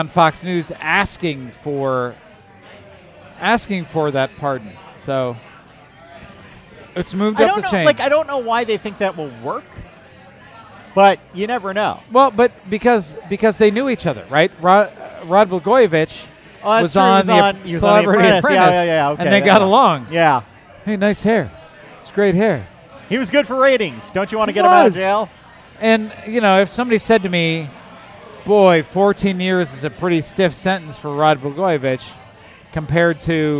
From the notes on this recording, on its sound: Recorded at Half Acre on Lincoln Avenue and Begyle Brewing!